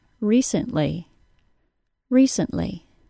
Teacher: With a glottal stop, it's pronounced recently.